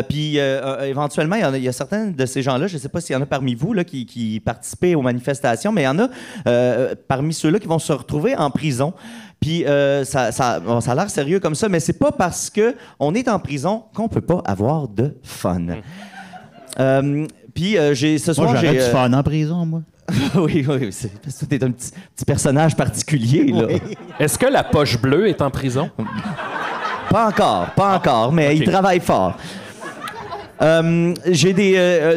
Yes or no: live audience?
yes